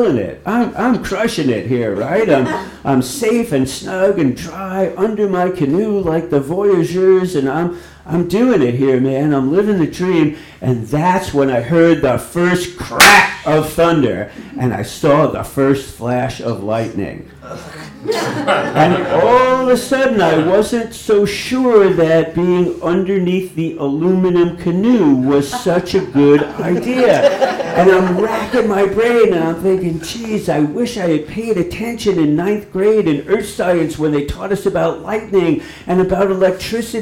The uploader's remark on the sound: ON THE ROAD SERIES. Live in Port Orford, OR. Portland Story Theater.